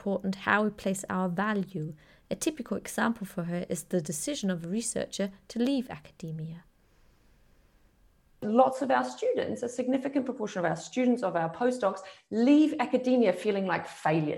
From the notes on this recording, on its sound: Todays podcast is recording of our webinar on Research Careers well-being and mental health.